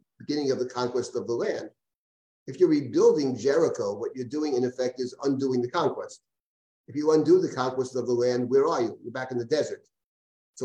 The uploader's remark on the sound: This audio was originally captured from Zoom on 12/15/2022